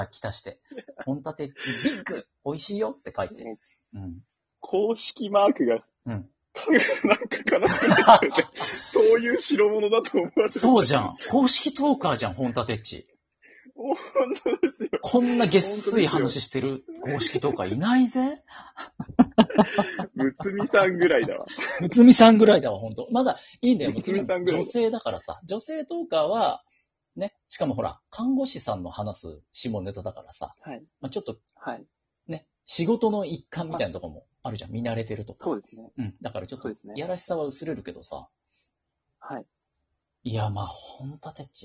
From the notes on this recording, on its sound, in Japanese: リモート収録。ゲストと一緒に配信。